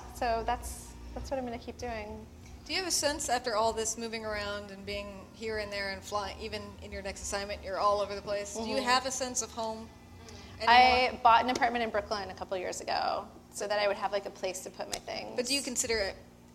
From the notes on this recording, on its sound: before a live studio audience